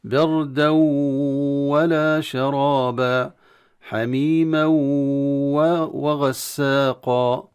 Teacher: القراء يدغمون التنوين في الواو ويشددون الواو بصوت مطول ولكن خالصا من الغنة